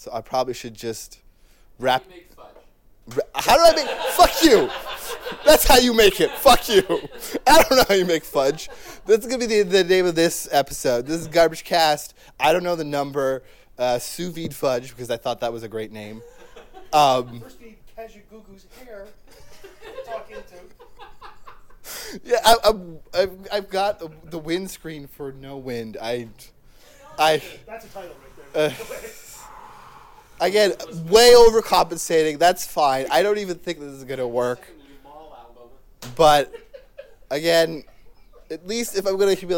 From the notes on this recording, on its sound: Live from MMPR17. A 4 min live Garbagecast.